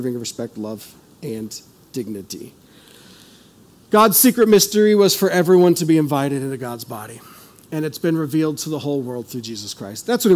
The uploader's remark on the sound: This is audio ripped from the Live Service video.